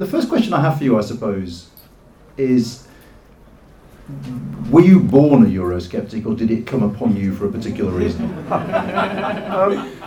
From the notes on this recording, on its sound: This event was in partnership with Conservative home and held at the Conservative Party Conference in Manchester.